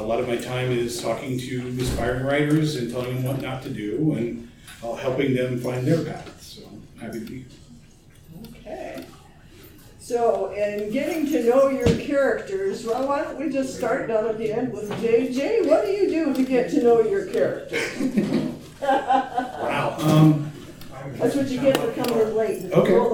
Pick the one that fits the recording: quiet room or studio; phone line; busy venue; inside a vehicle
busy venue